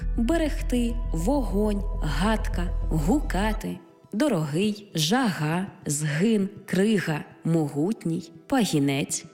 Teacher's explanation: Буква «Г» передає на письмі глотковий щелинний приголосний, як в українських словах «берегти», «вогонь», «гадка», «гукати», «дорогий», «жага», «згин», «крига», «могутній», «пагінець», так і в загальних і власних назвах іншомовного походження на місці «H» та «G».